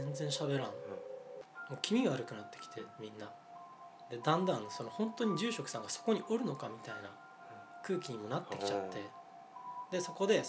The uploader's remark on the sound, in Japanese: 今回は2人とも風邪気味ということで、鼻をすすりながらの収録です。